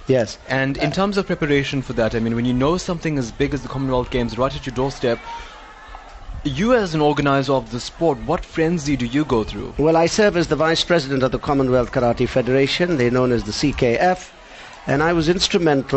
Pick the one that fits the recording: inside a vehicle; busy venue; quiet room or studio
busy venue